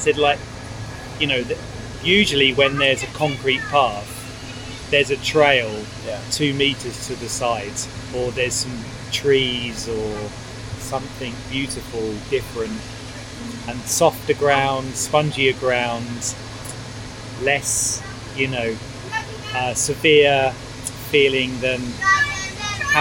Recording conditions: sounds in the background